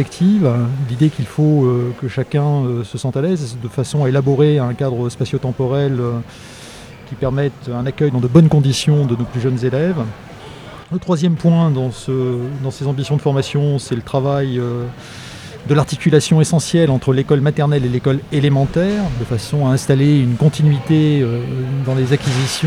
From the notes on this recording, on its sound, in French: En direct du Congrès de l'AGEEM, une table ronde réunit.